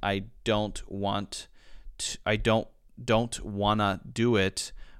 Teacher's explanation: some American accents omit the T at the end of some words · Term: elision